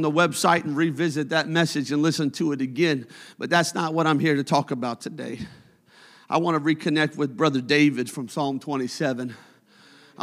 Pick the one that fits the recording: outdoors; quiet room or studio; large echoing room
large echoing room